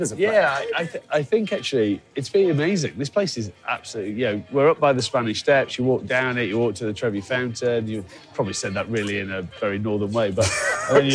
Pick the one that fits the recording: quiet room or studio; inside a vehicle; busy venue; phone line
busy venue